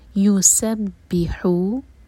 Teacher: یسبحو سین پر وسلن sound